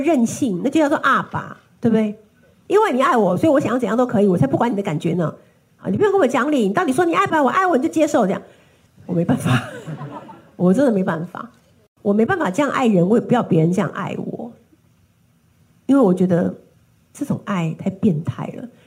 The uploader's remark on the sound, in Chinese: 本集內容取自天下文化主辦的《自成一派》新書分享會現場錄音